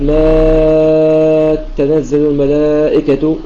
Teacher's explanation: فيقرأ البزي بتشديد التاء ما تنزل الملائكة، وإذا شدد التاء فسيقوم مد لازم كلمة مثقل